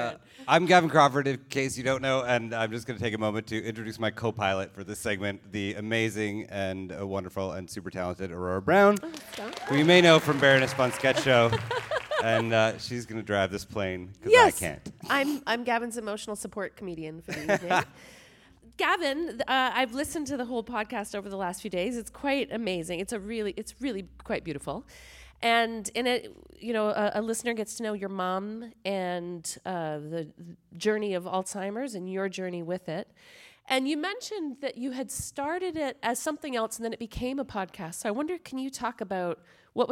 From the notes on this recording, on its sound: On stage at Hot Docs. In this live conversation on stage at the Hot Docs festival.